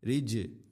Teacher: ജീമിനെ ഖൽഖല ചെയ്യണം, ശരിക്കും അത് കേൾക്കണം.